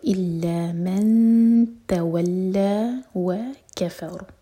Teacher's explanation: را ساکن پر را کو ہیوی کریں گے کیونکہ اس سے پہلے ہے فتحہ اور ہم را کو ساکن کر کے رک رہے ہیں.